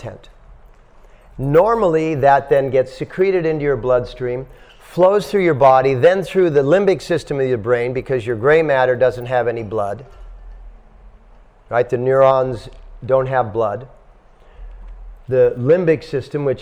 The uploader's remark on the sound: At The Dharma Temple – Vancouver | Lecture 1